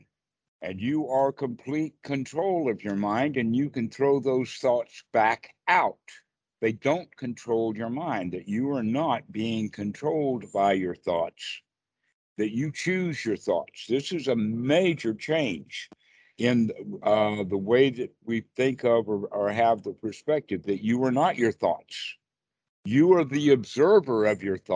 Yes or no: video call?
yes